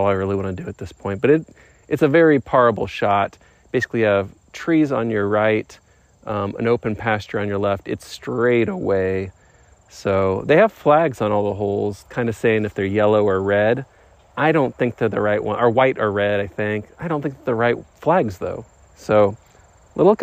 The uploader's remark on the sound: I played a round by myself at Lake Shore DGC and every once in a while I recorded some thoughts